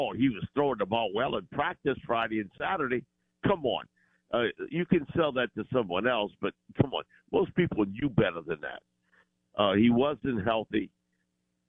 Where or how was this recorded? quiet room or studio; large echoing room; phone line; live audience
phone line